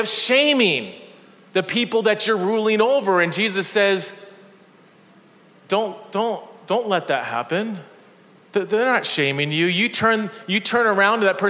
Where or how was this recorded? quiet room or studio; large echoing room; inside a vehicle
large echoing room